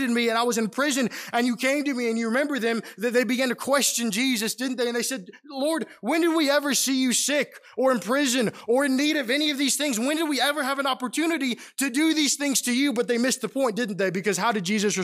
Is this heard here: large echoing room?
yes